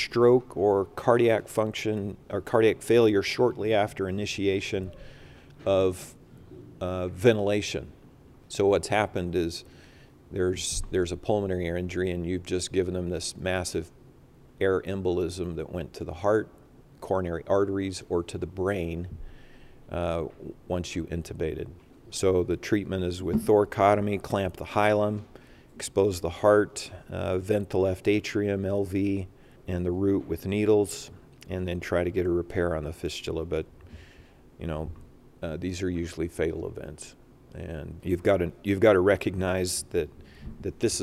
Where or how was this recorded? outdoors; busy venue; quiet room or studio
busy venue